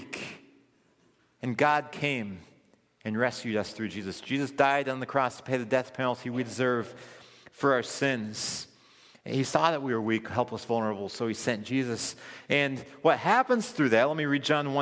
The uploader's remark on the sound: This recording is from Friedens' "Orphan Sunday" service.